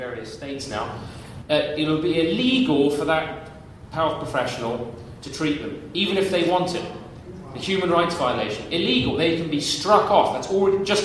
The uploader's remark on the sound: Interacting with the audience